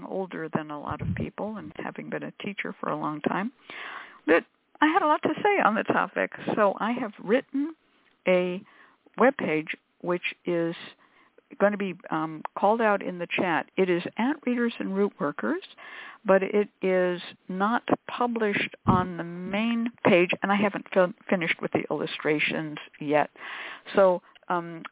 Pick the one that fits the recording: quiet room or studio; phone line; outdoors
phone line